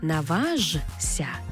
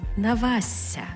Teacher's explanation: І зазвичай це відбувається, коли ми маємо м'який приголосний, як от у буквосполуці «жся». Тобто пишемо «жся», але читаємо «зся» · Shown in: second take · «зся». Тобто не «наважся», а «навася».